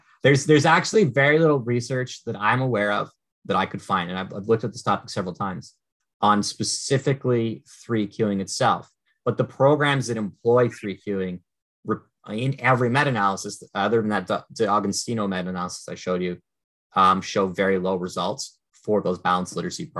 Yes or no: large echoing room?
no